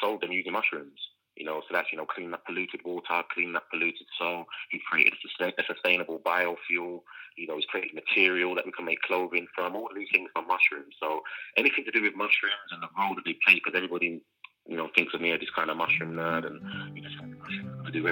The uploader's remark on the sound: joined live on the line from Amsterdam